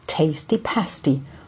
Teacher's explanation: nur einen kurzen, zwischen dem deutschen Ä und E liegenden Monophthong